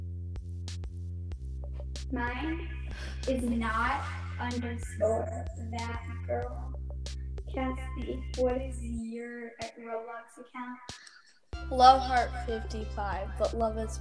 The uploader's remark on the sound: Sorry it’s staticky